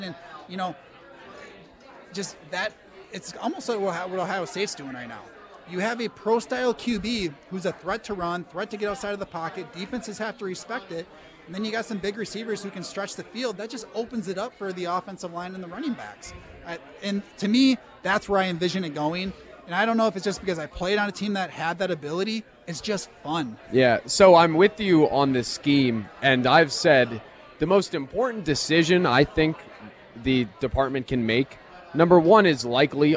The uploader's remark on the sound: live at Monk's Bar and Grill